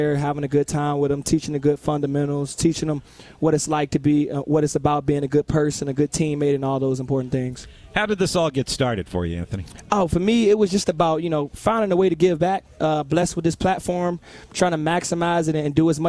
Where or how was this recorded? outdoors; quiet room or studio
outdoors